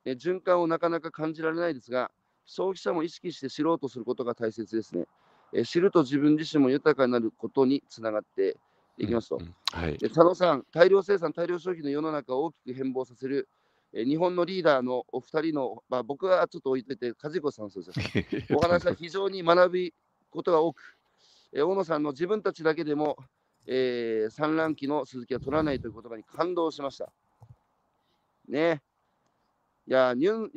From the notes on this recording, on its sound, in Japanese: 歩きながら1時間、対談する。